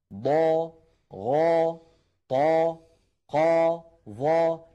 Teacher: كلها عند النطق بها هواؤها وضغطها يتجه إلى سقف الحلق، لا تقبل النزول · Term: الحروف المستعلية